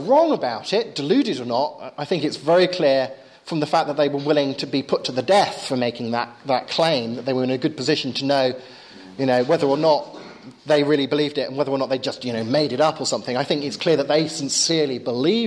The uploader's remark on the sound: Lecture with Q&A at Exeter School (June 13th 2011).